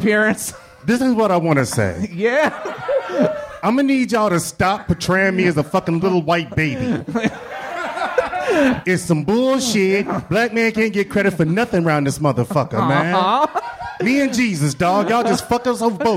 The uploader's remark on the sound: This live talk show is recorded in front of a human audience at 7:00 PM on Thursdays at Chameleon in Northside, Cincinnati.